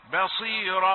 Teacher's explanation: باء رقيقة، بصيرا والصاد مفخمة في آخر الدرجات